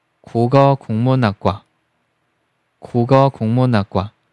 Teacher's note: 국문，有辅音同化音变，第三个字变成后鼻音圆圈，공